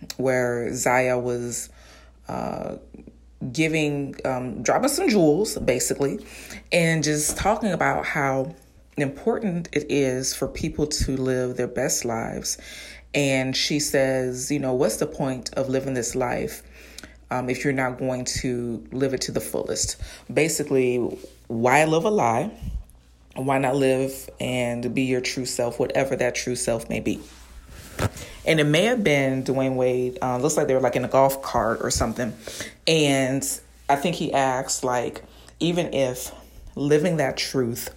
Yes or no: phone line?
no